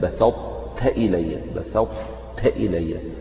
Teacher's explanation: الإطباق هو أعلى درجات التفخيم، فيبقى يعني الإطباق والتفخيم، تبدأ يعني تنطق بطاء يعني مفخمة لكن غير مقلقلة، ثم بعد ذلك تنطق بالتاء المرققة، فتقول لئن بسطت إلي، بسطت إلي، تطبق اللسان في أعلى · Term: إدغام